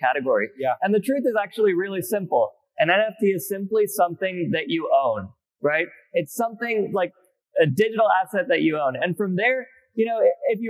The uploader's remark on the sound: Bitcoin Unleashed Panel. Sorry about the janky audio from the panel - we did our best to clean it up the best we could.